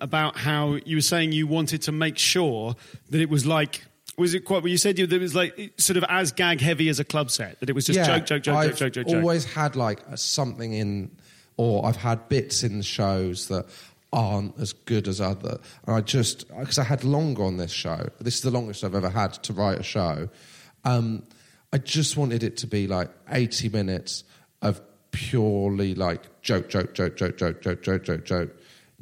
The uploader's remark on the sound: Live at Machynlleth Comedy Festival